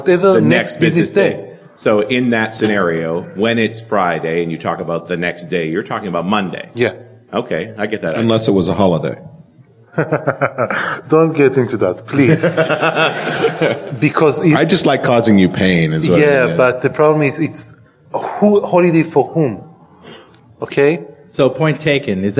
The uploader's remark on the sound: at the DevTeach conference in Toronto